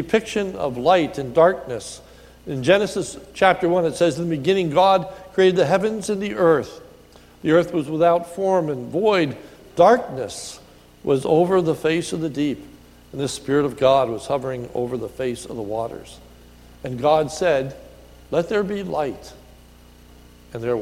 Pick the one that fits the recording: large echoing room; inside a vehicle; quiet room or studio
large echoing room